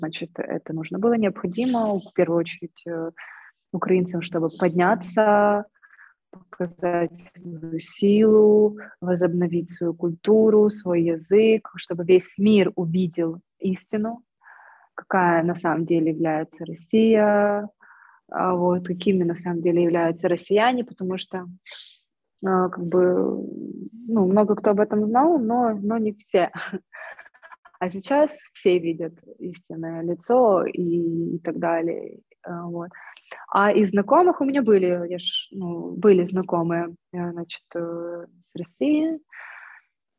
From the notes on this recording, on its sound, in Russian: Запись была удалённая, по этому очень сильно извиняюсь за звук, сделал всё что мог, но качество всё равно оставляет желать лучшего.